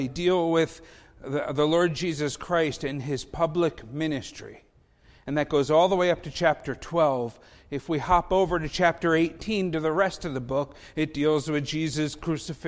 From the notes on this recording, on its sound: Faith Baptist Church in Hamilton, NJ.